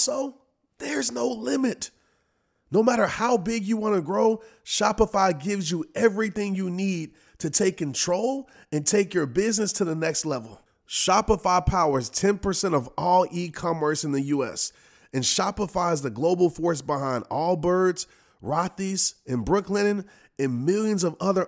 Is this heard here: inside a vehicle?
no